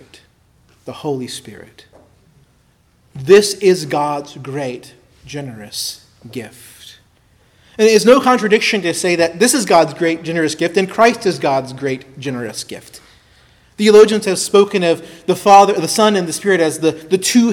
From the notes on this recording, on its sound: preached at Christ Our Savior Baptist Church